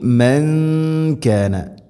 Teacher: സാക്കിന നൂനു ശേഷം കാഫ് നൂനിനെ അവ്യക്തമാക്കി മണിക്കണം